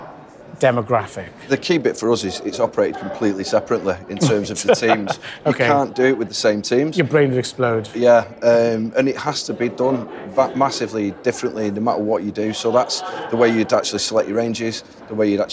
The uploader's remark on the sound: Recorded at NRF 2023 in New York. In our second run-and-record session from NRF 2023 in New York in January 2023.